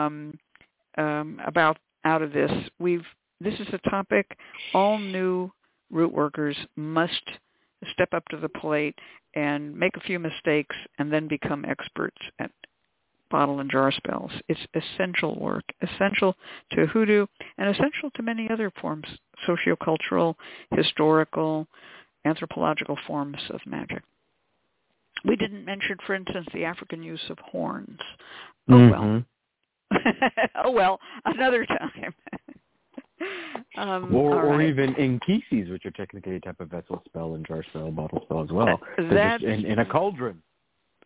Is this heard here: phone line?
yes